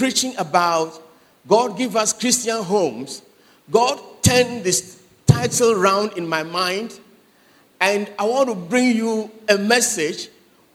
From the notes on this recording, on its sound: Sermon preached at CBC Adabraka Campus